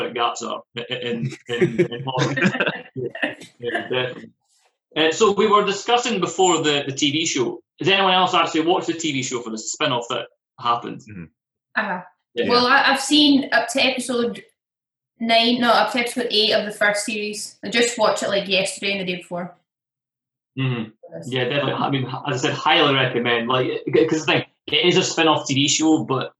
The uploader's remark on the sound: The Zoom season continues